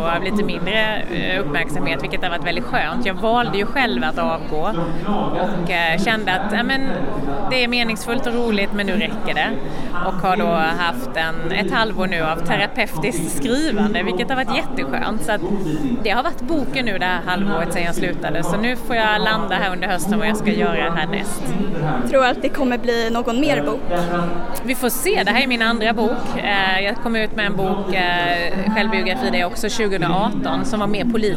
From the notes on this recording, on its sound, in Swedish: Bokmässan. I folkmyllret bland montrar och böcker där vi fångat röster från lässugna besökare, skribenter och arrangörer.